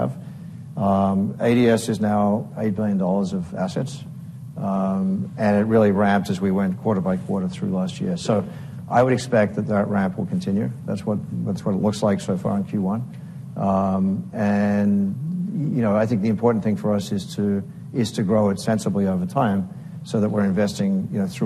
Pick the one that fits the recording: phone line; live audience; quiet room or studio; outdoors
live audience